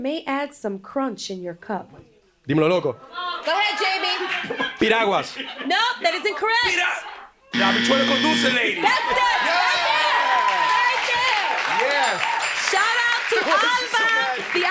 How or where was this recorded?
live audience